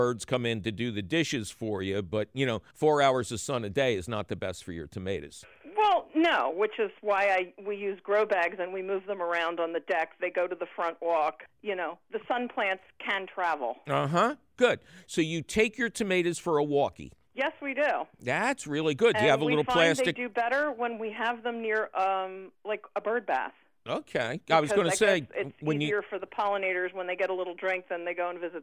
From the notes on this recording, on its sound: takes your fabulous phone call questions